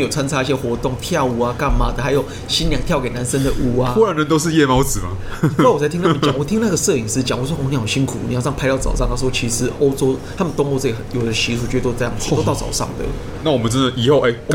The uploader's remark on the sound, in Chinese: 本集白噪音指數：蚊風級 1/5。錄音地點： BUZZ Cafe & Beer。